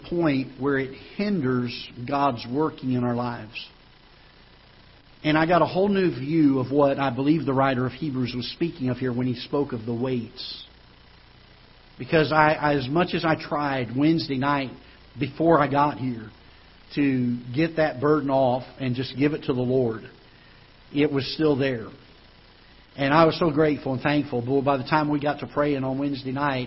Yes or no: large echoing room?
yes